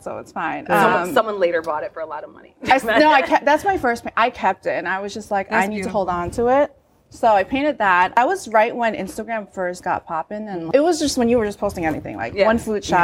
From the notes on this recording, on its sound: Coming to you live from the Perez Art Museum Miami during #MiamiArtWeek. For a mini episode in front of a live episode.